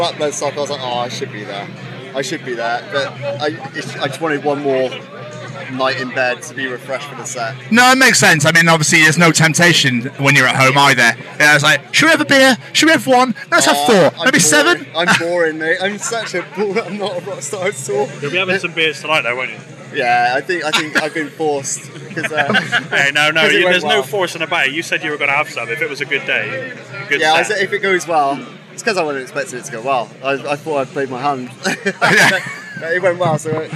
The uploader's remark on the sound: Live from Bloodstock 2023